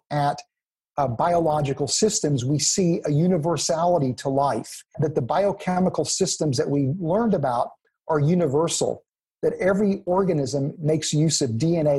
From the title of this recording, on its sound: 2020 Zoom Conference